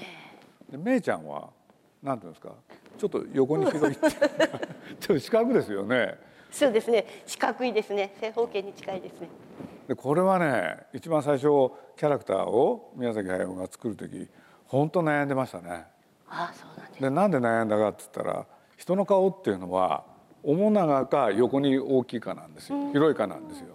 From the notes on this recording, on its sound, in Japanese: 東京国際フォーラムで行われた、第70回全国幼児教育研究大会東京大会のスペシャルトーク。